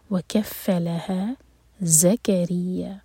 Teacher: یہ زال، اس کو ہم بزنگ ساؤنڈ کے ساتھ پڑھیں گے اور یا پر شدہ ہے تو یا کو اسٹرانگ پڑھا جائے گا۔